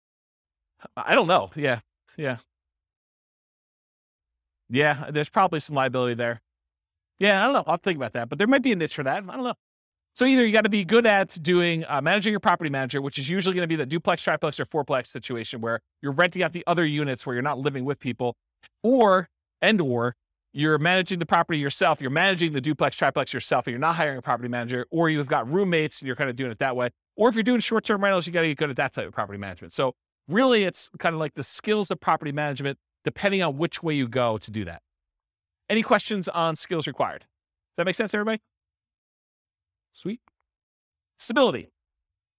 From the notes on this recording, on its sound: This was a live class recorded